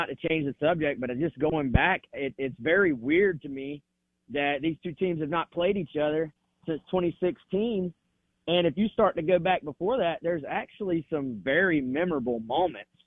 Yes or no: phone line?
yes